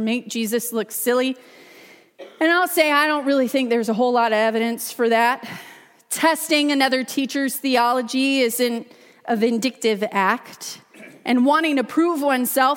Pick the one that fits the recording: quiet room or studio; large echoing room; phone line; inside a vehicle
large echoing room